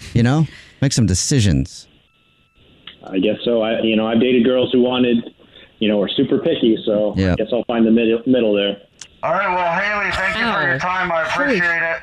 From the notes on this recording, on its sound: A Phone Prank